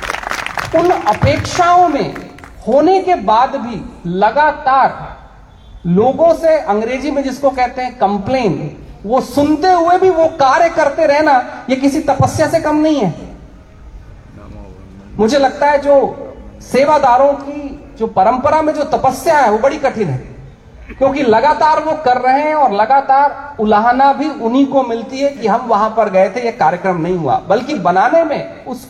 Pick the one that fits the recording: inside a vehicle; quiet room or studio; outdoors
outdoors